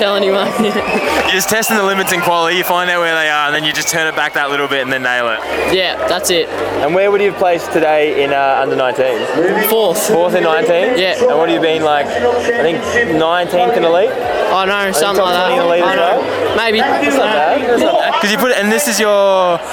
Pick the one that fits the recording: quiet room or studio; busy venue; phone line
busy venue